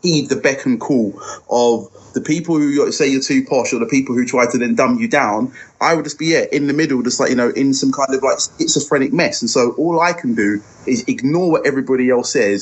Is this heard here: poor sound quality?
yes